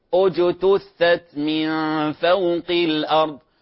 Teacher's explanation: الذي يكثر فيه الخطأ في تطبيق الجيم تشبهها أو تشبيهها بالشين، تشبيهها بالشين، وهي تخرج من شجر الجيم، من شجر اللسان، من شجر اللسان من غير ترك هواء